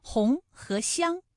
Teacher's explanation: 红和香它们都是后鼻音，分别有后鼻韵母翁和昂